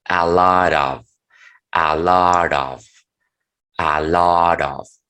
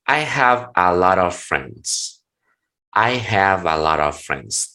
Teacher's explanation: cuando la T después tenga un sonido vocálico, pronúncienla como el sonido de R que tenemos en la palabra barato